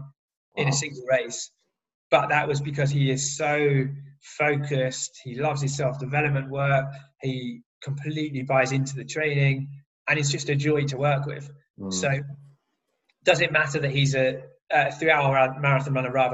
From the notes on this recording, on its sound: This episode was recorded via Zoom.